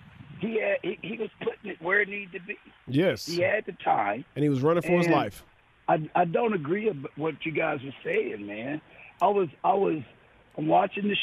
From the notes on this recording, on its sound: joins over the phone